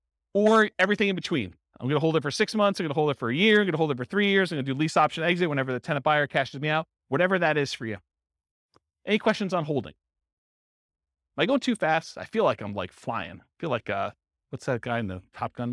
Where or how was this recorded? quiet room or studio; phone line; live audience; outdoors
live audience